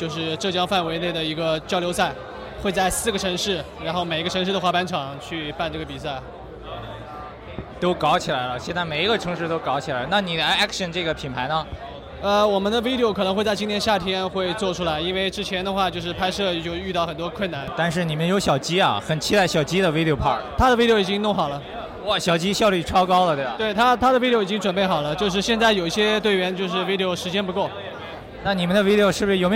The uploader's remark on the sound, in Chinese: Vans Propeller 上海首映现场采访。KickerLive 现场视频采访。